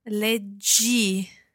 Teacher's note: the J sound of the leggere infinitive is remaining there in the leggi form